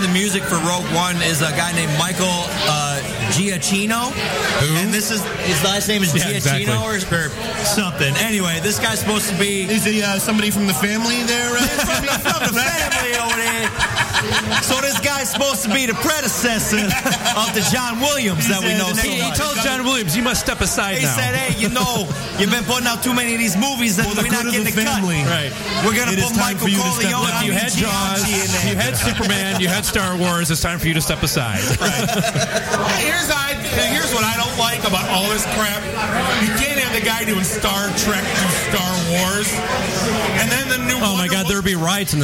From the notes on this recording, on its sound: Podcast Detroit Shows live from Falling Down Beer Company.